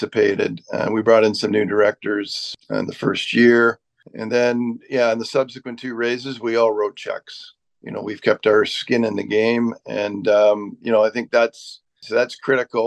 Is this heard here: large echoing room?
no